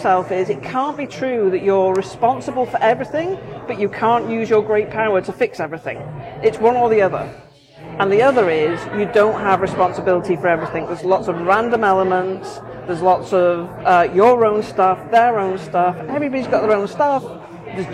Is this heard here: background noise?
yes